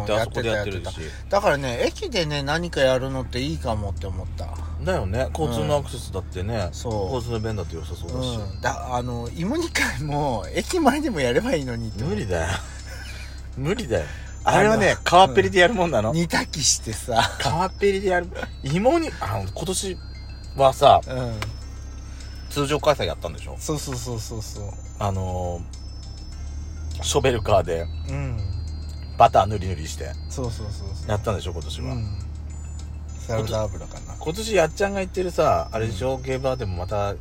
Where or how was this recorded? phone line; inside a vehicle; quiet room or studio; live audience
inside a vehicle